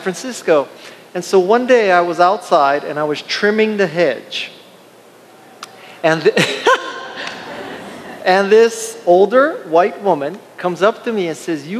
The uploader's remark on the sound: At the Kaka‘ako Agora in Honolulu, a panel